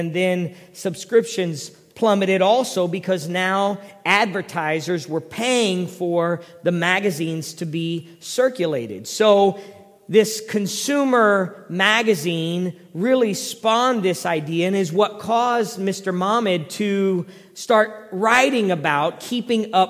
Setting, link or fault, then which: setting, large echoing room